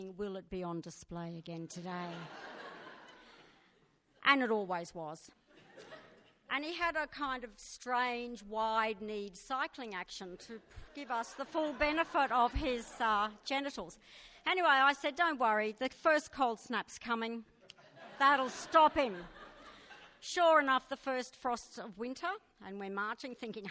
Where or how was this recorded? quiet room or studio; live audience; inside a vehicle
live audience